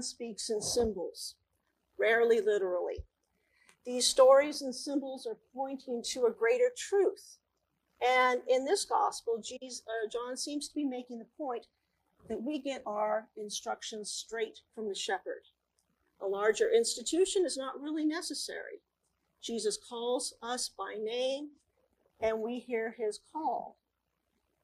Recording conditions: large echoing room